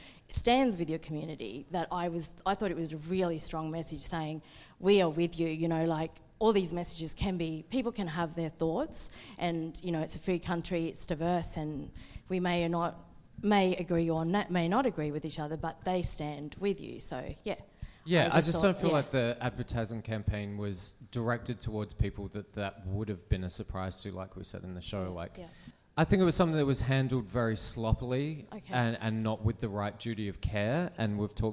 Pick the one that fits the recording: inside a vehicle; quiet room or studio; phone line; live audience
live audience